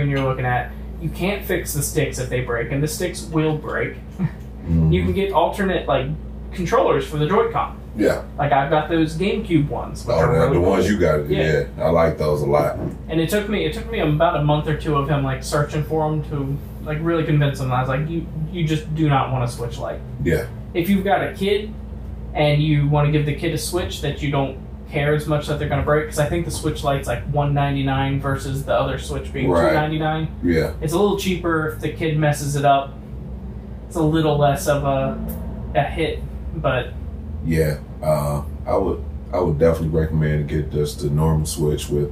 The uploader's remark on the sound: terrible sounding mics